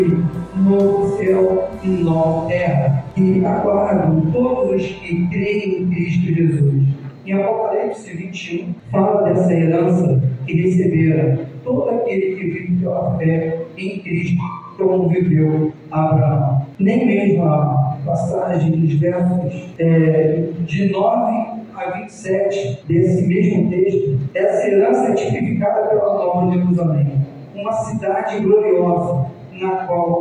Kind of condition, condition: fault, poor sound quality